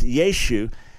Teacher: Now, there's a linguistic argument that it originally was pronounced Yeshua, and it's an ayin at the end that's not pronounced in modern Hebrew today. And that at a certain point, the final ah was kind of lost in Yeshu.